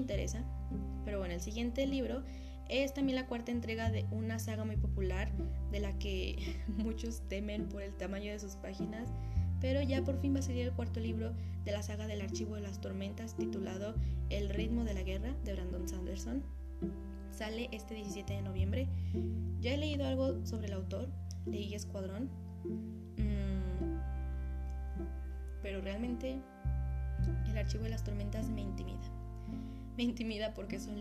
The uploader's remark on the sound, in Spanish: Una disculpa por el ruido de la lluvia y por hablar tan rápido. Temía porque comenzara la tormenta.